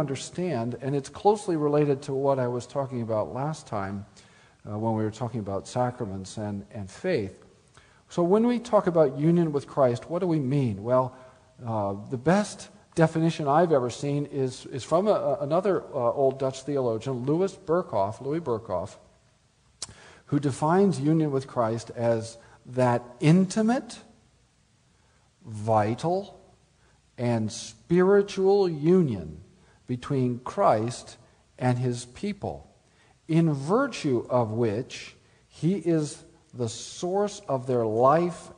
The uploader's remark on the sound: Speaks at the Spring Theology Conference of the Reformation Society of Oregon (May 2009).